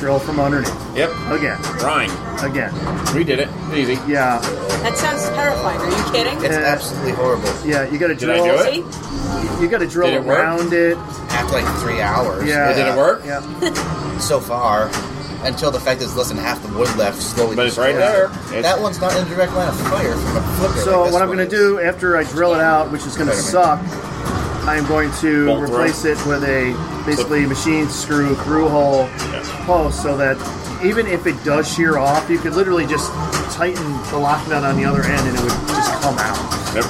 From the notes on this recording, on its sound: This week we are live. From the Silverball Saloon in East Rochester, NY.